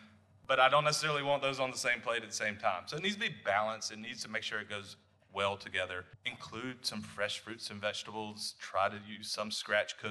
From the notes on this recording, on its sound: Live from Director's Conference 2023. We are recording live from the GaDOE School Nutrition Division's Director's Conference 2023.